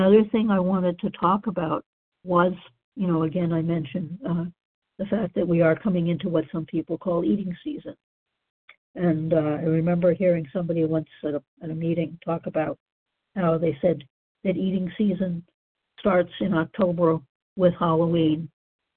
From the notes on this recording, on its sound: from the 100 Pounders Phone Meeting, 10/4/23.